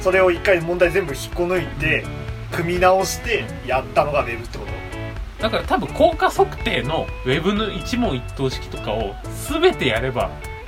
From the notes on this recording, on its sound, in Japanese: 録音機材：iPhone7